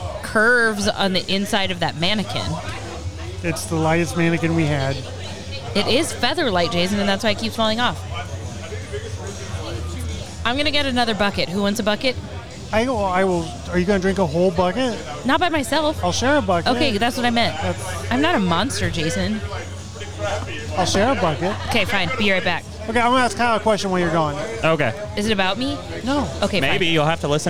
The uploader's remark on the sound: Music at Mike’s. Live from Mike's in Haughville.